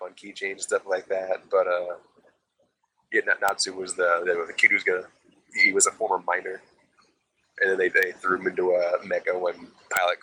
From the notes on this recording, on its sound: Mind the audio on this one. It's usable, but before we had anything like a sharable microphone.